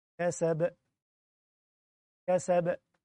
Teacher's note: لاحظ بقى الباء بتاعت كسب قلقلناها بسرعة كان باء واحدة